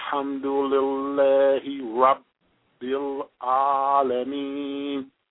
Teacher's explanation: Alhamdulillahi Rabbil Alameen. And notice I made an abrupt stop on the first ba or the first B of Rab